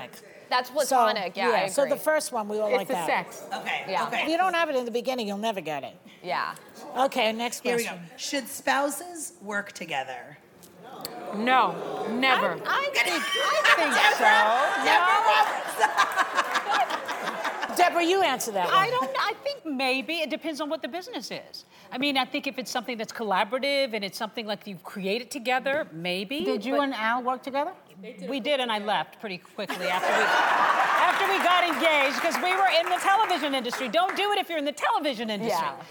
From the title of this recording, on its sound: The Co-Hosts Answer Studio Audience Questions!